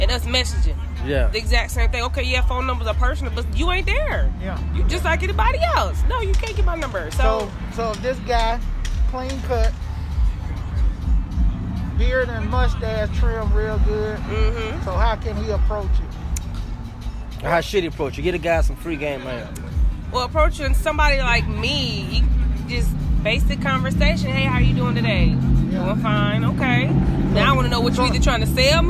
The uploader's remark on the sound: LIVE!! On location of Bizarre Coffee Shop and Bar, located 217 22nd Street Birmingham Alabama 35203 where Bizarre is celebrating their one year operating anniversary!! We’re in good company as the festivities are going.